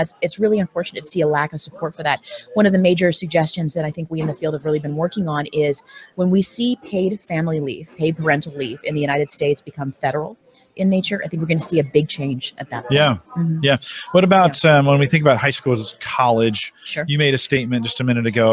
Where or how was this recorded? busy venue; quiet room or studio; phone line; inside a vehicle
busy venue